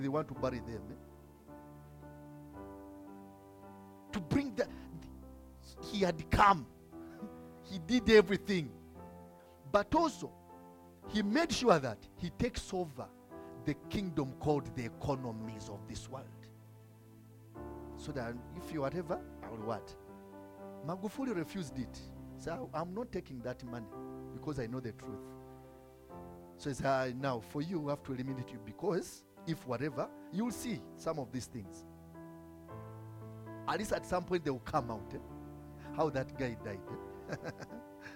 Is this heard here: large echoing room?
yes